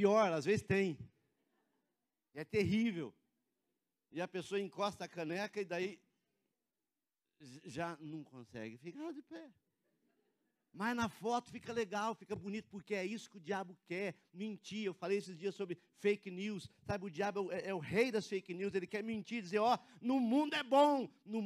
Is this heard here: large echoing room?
yes